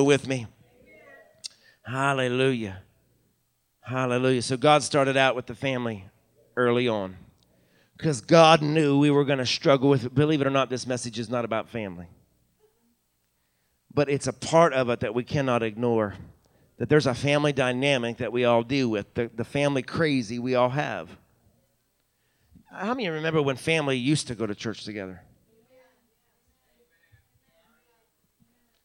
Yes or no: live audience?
yes